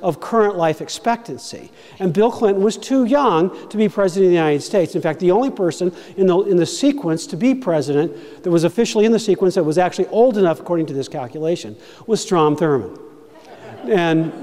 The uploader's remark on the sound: Convention of States at Maine Town Hall. Speaks to a town hall in Maine.